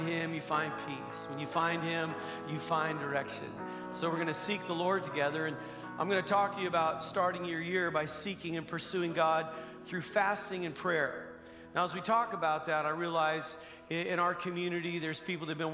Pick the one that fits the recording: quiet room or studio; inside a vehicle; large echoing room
large echoing room